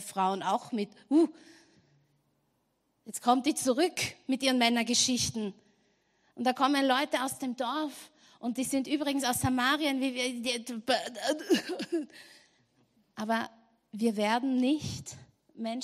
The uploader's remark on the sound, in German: Gottesdienst live aus der LIFE Church Wien.